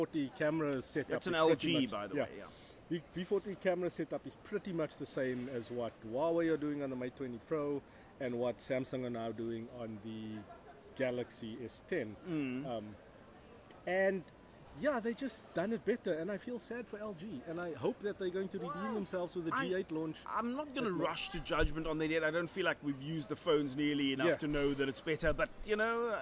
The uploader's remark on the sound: Recorded at Cape Town International Airport.